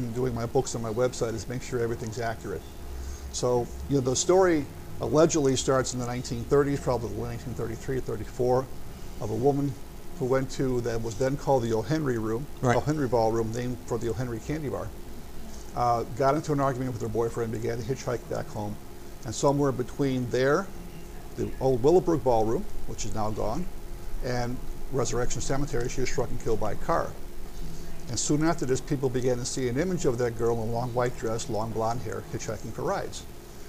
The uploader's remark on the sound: On location. Bachelor's Grove Cemetery, Monks Castle and more.